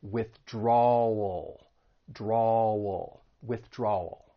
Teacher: stress that second syllable and move right into that dark L, which has that ull sound